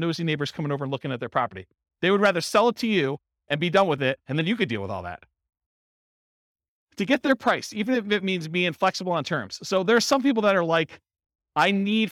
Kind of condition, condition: setting, live audience